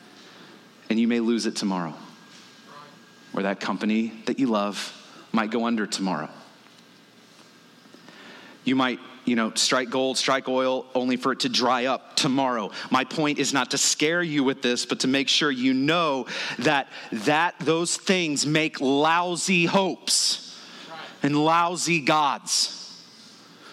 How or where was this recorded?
large echoing room